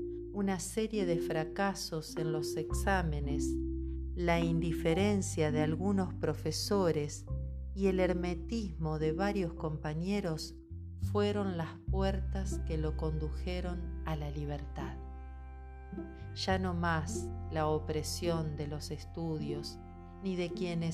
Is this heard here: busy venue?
no